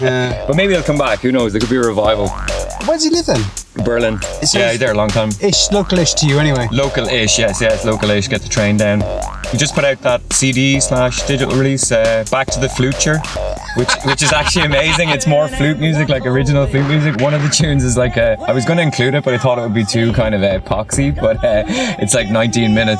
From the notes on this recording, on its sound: Recorded in the back of my car at Bang Face